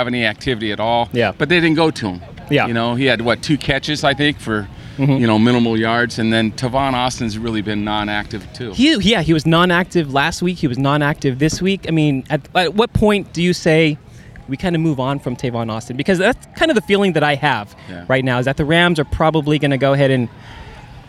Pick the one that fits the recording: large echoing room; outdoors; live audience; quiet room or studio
outdoors